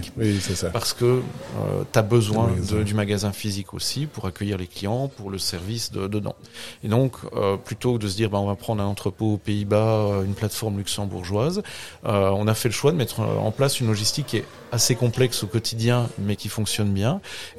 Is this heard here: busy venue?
yes